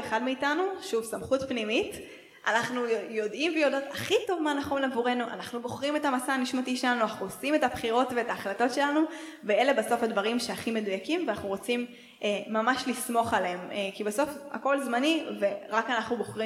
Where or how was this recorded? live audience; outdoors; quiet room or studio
live audience